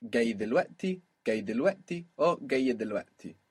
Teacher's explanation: maybe one of those Ys gets dropped just because that's easier than putting the helping vowel